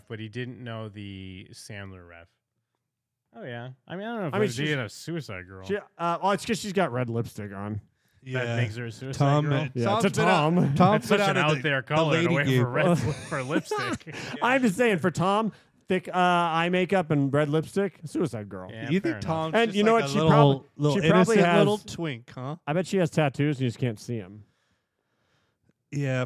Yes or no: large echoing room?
no